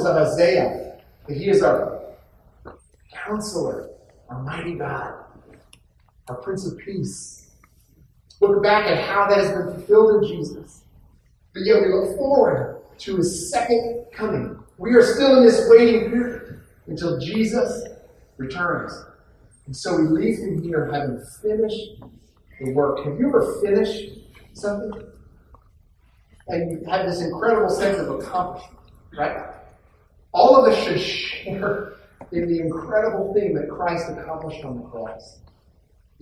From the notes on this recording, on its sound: poor audio quality